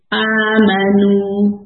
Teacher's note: نو دو حرکت کھینچنی ہے · Term: مد